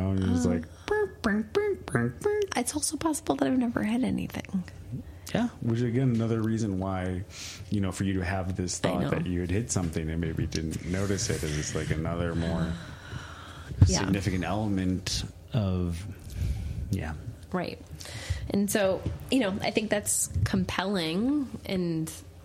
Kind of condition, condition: fault, sounds in the background